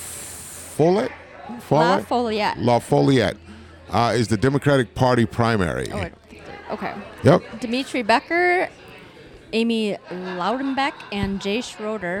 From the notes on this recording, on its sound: For this episode, we were live and on location at Tuscon's Southwest Grill & Pub in Green Bay, Wisconsin